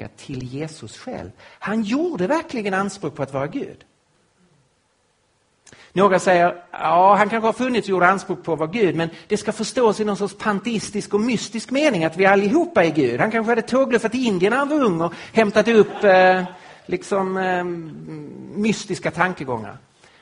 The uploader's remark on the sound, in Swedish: Inspelad på Apologiakonferensen på Fjällgården i Jönköping 2015-03-28.